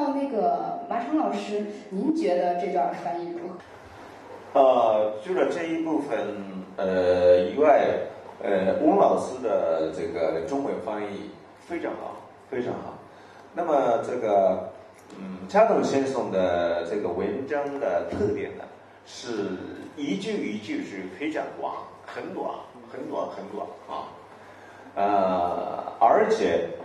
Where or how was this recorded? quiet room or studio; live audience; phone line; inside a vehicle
live audience